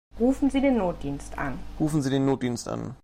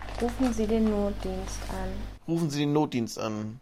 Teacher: Wir haben hier eine sehr schwache Betonungsstruktur. Das heißt also insbesondere die Intensität, mit der Akzente gesetzt werden, ist relativ schwach. · Shown in: second take